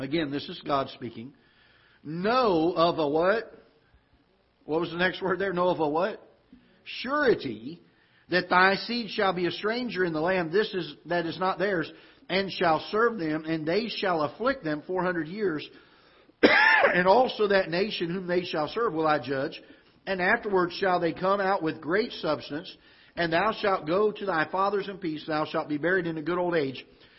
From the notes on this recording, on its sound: Ketha Heights Baptist Church ~ Live Broadcast.